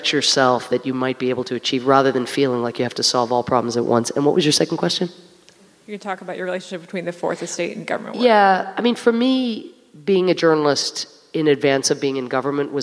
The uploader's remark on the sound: Recorded at Town Hall Seattle.